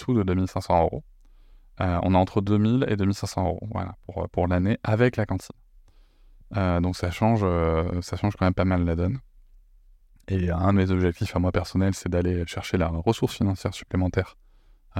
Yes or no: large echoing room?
no